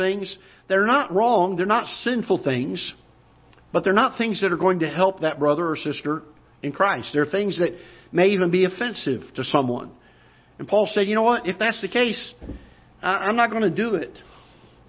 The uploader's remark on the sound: Ketha Heights Baptist Church ~ Live Broadcast